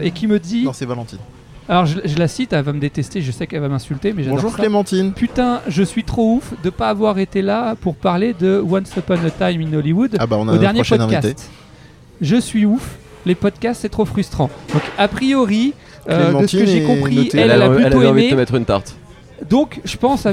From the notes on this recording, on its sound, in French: Live au Take Away. En plus l'émission est en mode micro ouvert donc on est pas à l'abri que des auditeurs ou de parfaits inconnus viennent papoter avec nous ! Restaurant où nous avons enregistrés cette émission.